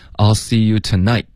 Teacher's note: 这个 night 结尾要有一个干脆的停顿。